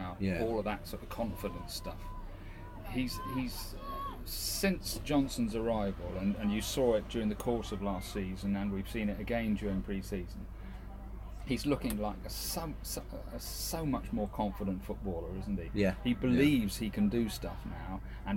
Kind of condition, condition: setting, outdoors